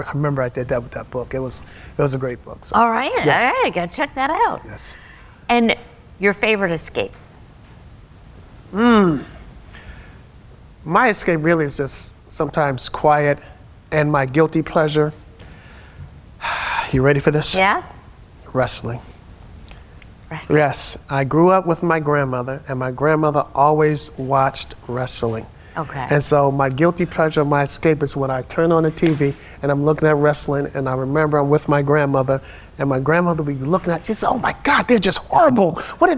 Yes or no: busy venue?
yes